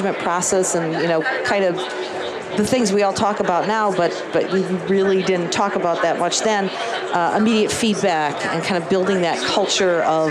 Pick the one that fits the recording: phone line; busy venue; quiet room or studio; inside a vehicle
busy venue